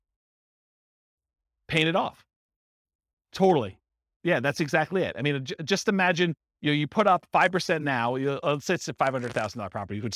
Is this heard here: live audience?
yes